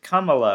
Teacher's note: Pronunciation is Kamala with a schwa in the first syllable.